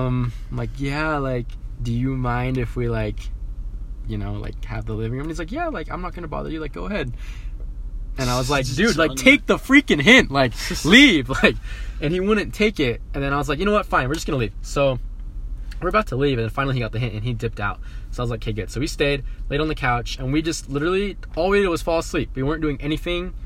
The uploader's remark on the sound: We literally did our first two podcasts in the car so excuse the horrible audio quality